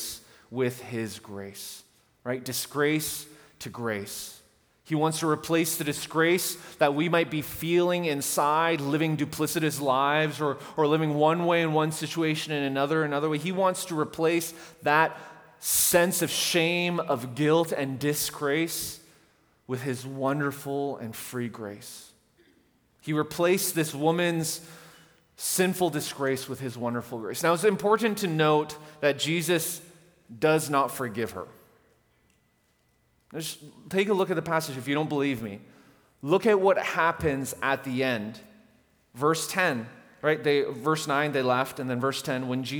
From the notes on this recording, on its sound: At The Fellowship in Nashville. Recorded live on July 14, 2019 at The Fellowship at Two Rivers.